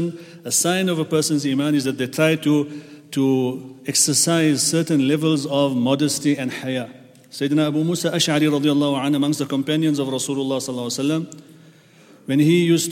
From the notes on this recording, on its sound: at the Houghton Masjid (West Street)